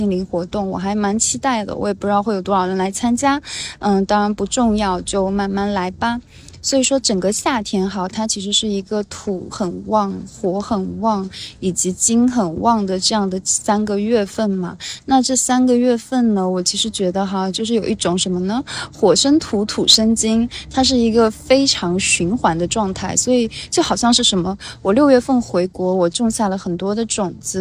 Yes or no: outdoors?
yes